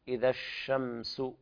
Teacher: اللام لام شمسية لا تظهر، تكتب ولا تنطق، فيها تضغم في الحرف الذي يليها.